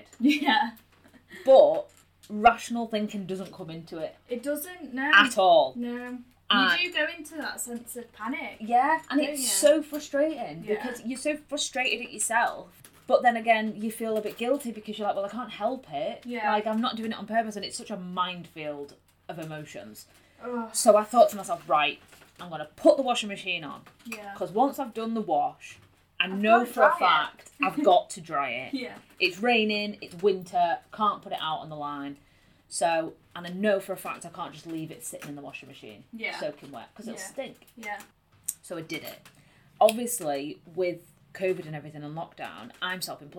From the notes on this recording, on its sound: Please be aware we are complete novices and the recording/editing isn't great but we promise we'll be better next time.